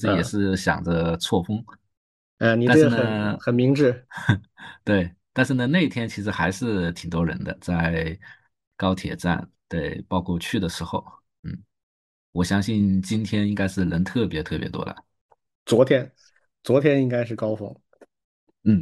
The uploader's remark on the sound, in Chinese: 这一期我们仨异地录制